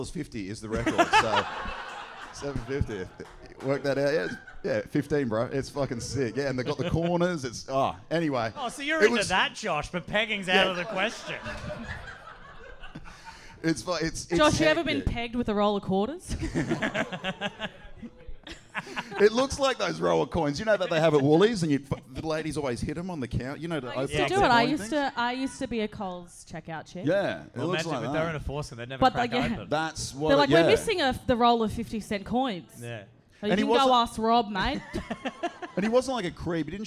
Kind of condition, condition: setting, live audience